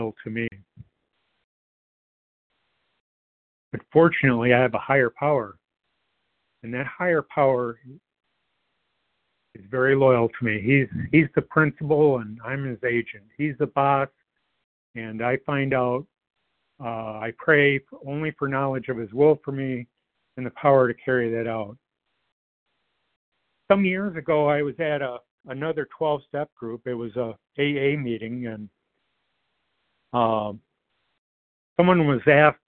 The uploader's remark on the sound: 100 Pounders Phone Meeting